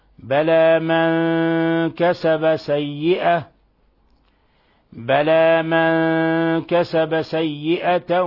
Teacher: جاء بعد النون الساكنة حرف الكاف والكاف من حروف الإخفاء الحقيقي لأنها من حروف صف ذا ثنى فنلفظ بها هكذا بلى من